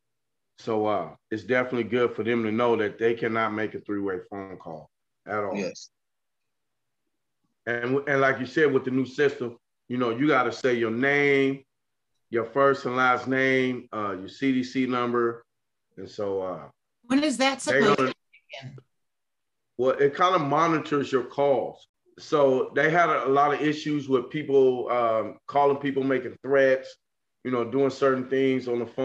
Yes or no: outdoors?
no